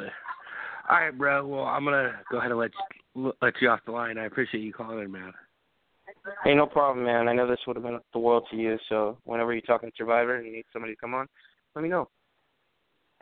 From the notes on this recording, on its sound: taking phone calls